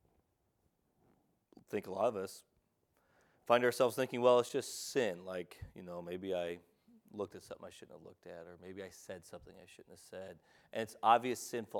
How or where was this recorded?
large echoing room